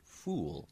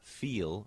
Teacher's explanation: So, for instance, if I'm going to say a word like feel versus the word fool, the F's, the phoneme F that begins both of those, is actually slightly different between feel and fool because oo has a little bit of lip rounding on it, whereas feel has lip spreading generally. And so the F anticipates that. · Term: slightly rounded F